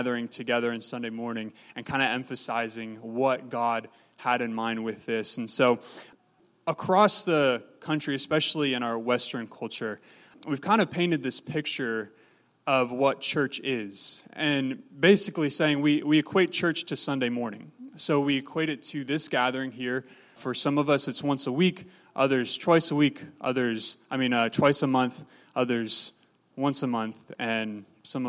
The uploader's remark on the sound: was recorded on Sunday, July 8, 2018, during service at The Anchor Church in Rockport, Maine.